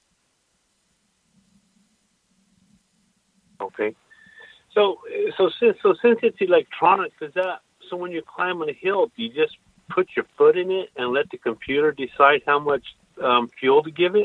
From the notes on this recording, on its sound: Call in Question and Answer Show.